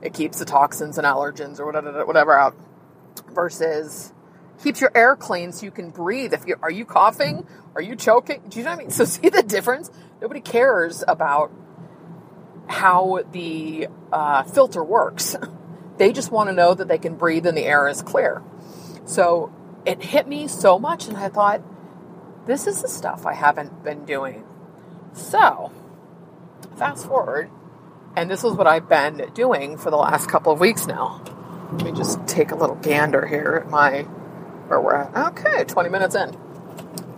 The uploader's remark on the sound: This episode is a little different in that I recorded the episode from the car before I wrote the show notes.